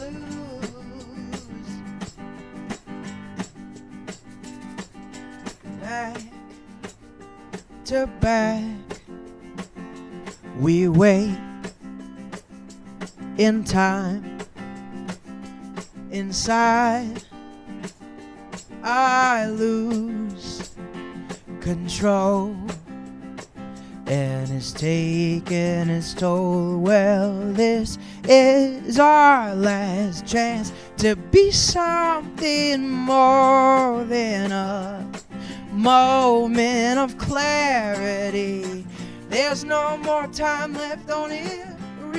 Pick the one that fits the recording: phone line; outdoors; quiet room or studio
outdoors